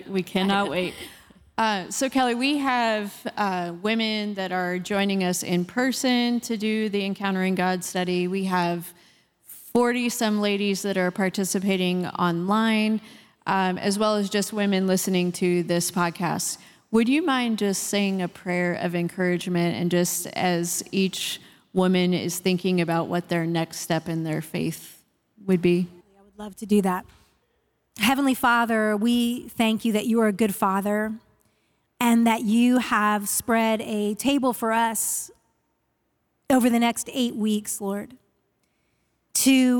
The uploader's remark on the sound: Today’s episode starts our new season off strong, complete with our first-ever live audience!